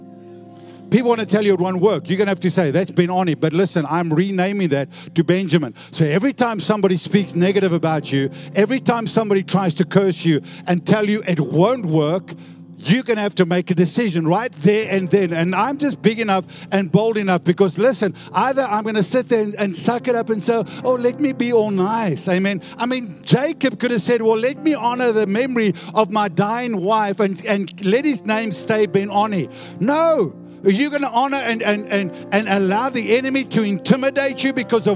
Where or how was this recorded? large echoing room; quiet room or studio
large echoing room